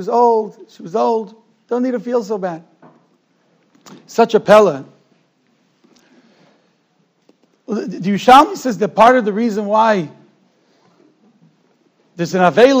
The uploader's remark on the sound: Shiur recorded in Yeshivas Ohr Reuven, Monsey, NY.